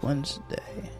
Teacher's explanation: you don't pronounce the D in Wednesday